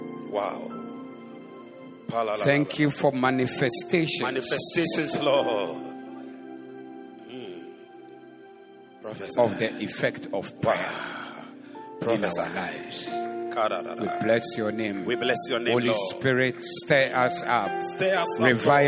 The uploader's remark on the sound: Preached at the Zeloo Service 12062022.